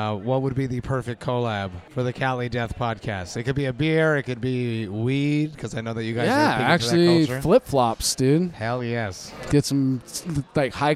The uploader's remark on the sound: Recorded at The Monk's Cellar in Roseville, CA.